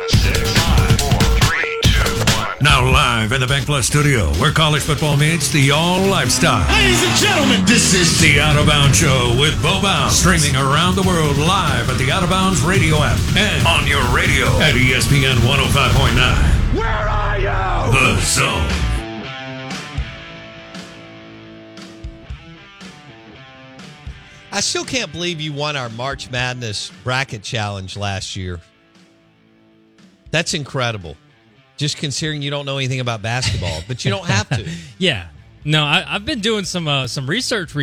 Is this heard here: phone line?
yes